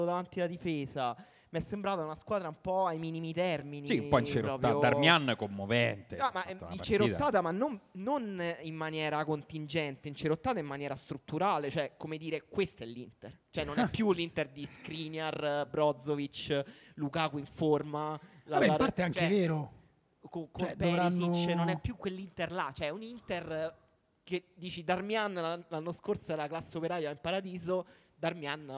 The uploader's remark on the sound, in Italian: La registrazione del nostro live presso l'Apple Store di Via del Corso per Today at Apple.